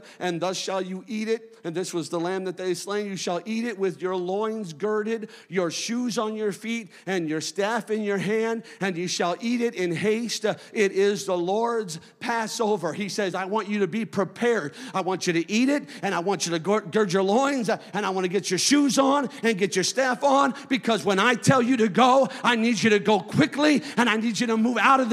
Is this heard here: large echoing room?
yes